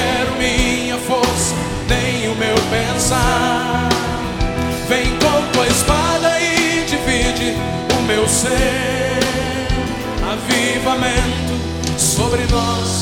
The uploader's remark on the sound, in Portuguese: Gravado ao vivo no Centro de Convenções MinasCentro.